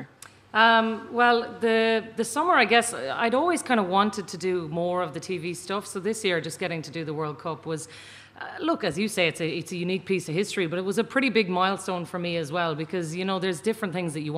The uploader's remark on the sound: Recorded in front of a live audience in The Little Museum of Dublin with a fantastic panel of working mums.